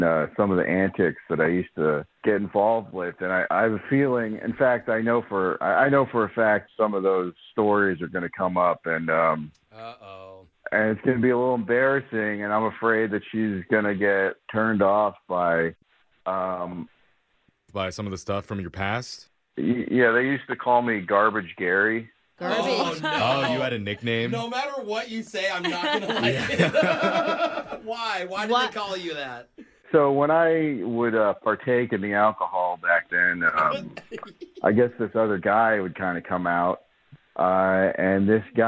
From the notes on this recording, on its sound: Awkward Tuesday Phone Call